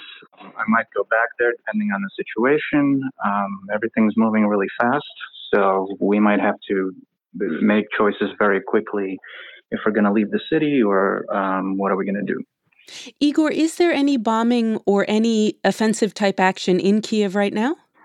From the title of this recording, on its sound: A phone call from Ukraine